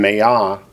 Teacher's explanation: mayah accents on the last syllable